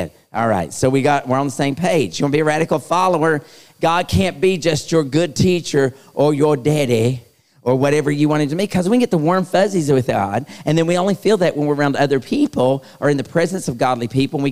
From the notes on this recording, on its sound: LIVE Youth Conference Series held at Myrtle Beach, SC